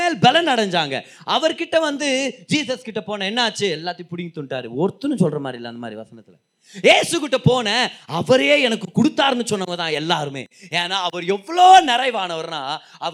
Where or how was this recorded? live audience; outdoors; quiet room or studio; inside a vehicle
live audience